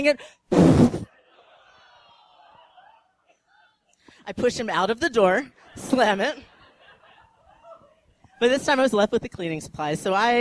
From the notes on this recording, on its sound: These stories were recorded on January 17, 2013 at The Deer Pile in Denver, Colorado.